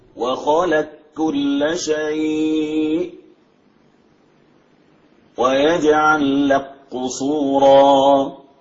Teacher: نستمع إلى إدغام القاف في الكاف والكاف في القاف